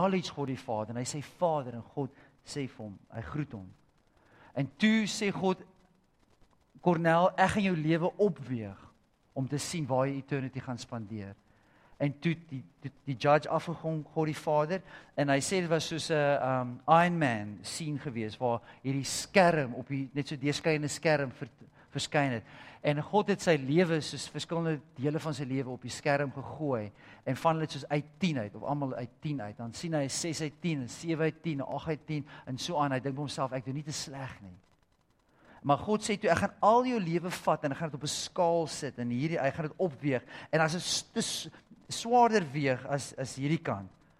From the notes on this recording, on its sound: Sunday Sermon. At Joshua Generation Church Wellington PM congregation.